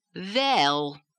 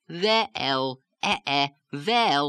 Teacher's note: When you have a one-syllable utterance by itself, or a multisyllabic word where the stressed syllable is the very last syllable in the phrase or utterance, in these cases, you would have to go both up and down on the same syllable, on the same vowel. · Term: Yiddish lilt